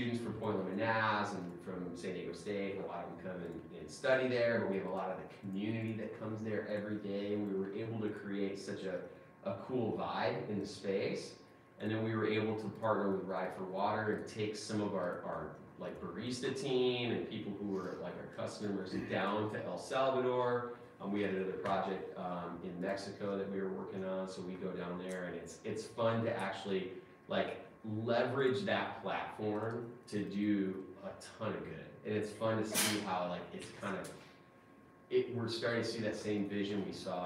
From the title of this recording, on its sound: CHAPMAN UNIVERSITY LECTURE